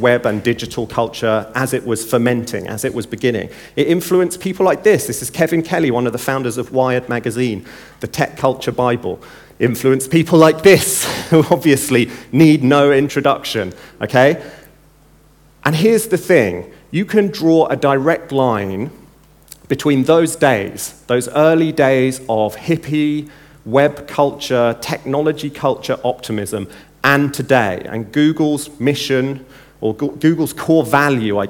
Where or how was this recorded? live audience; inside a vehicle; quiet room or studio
live audience